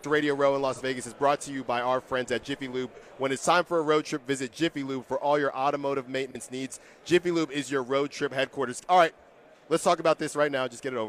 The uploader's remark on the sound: The Radio Row festivities continue live from Las Vegas